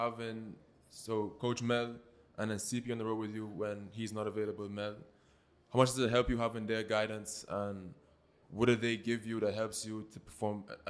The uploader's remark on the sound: This episode of the Weekly Grind was recorded at the 2023 Panamerican Games in Santiago, Chile.